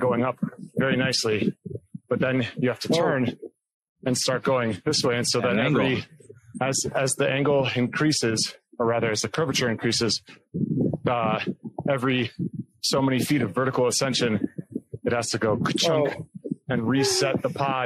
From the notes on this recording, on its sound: Apologies for the wind noise, we are plagued by technical difficulties as of late.